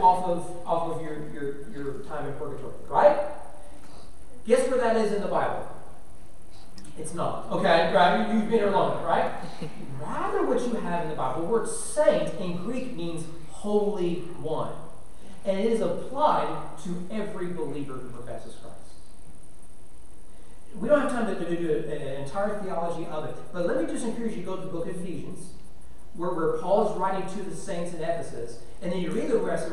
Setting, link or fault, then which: setting, large echoing room